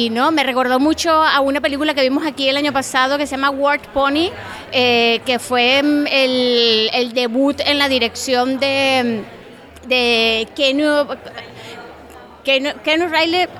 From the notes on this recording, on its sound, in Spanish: En el lounge de Campari, en pleno Palacio de Festivales. Kinótico Especial Festival de Cannes. Escuchamos los mejores momentos de la rueda de prensa...